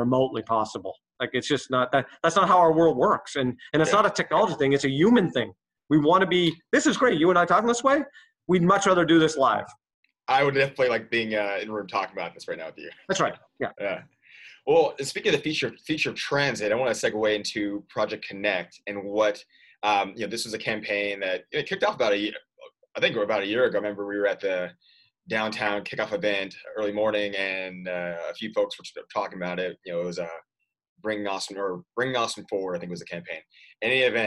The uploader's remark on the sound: This episode was recorded remotely.